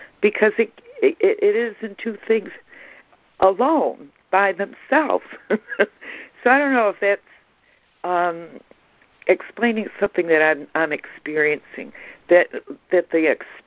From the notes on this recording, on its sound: ACIM Daily Conference Call.